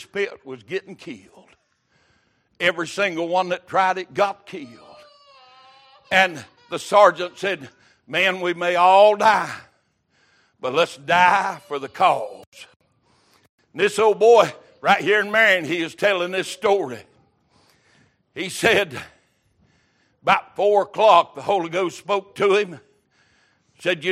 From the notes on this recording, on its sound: Sunday Morning Service